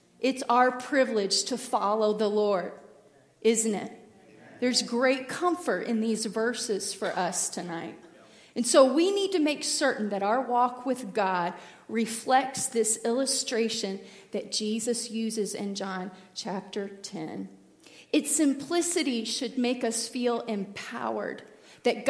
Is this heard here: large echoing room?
yes